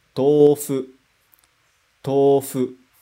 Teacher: A gente só estica o O.